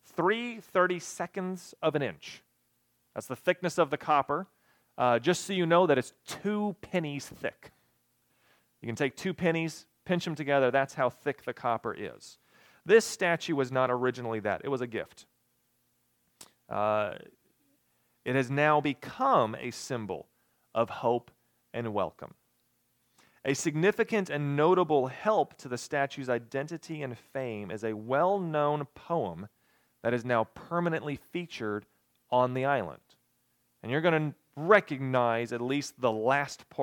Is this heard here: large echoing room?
yes